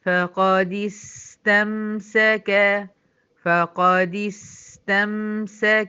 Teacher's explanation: هزود زمن السين الساكنة دي واخليها اطول شوية